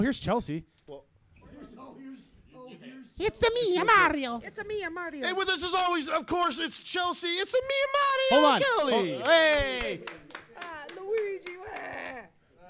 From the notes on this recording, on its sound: Fear and Loathing at Kingman Comic Con! (LIVE-ish Special!). Fried Rice Podcast goes live-ish at King-Con!